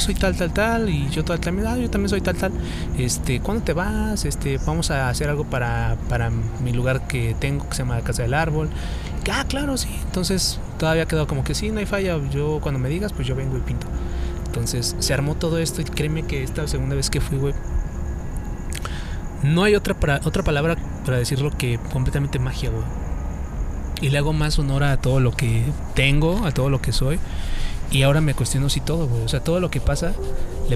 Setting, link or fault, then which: setting, outdoors